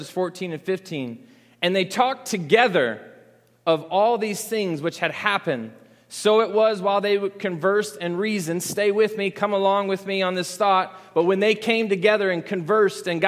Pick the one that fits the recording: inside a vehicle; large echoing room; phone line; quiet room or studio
large echoing room